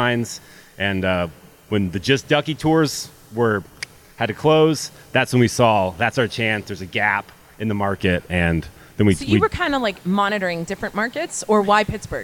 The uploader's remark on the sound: Set up some borrowed chairs on a sidewalk near the Convention Center, some microphones a camera and tripod and, boom, there ya have a podcast! Of course with weird looks from everyone passing by.